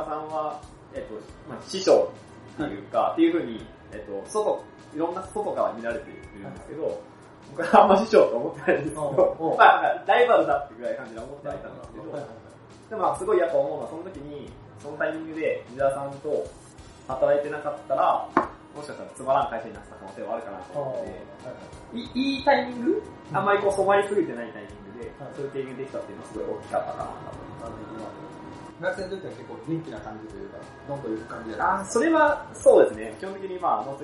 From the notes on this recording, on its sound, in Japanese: いつものスタジオが借りることができなかったので音質悪めです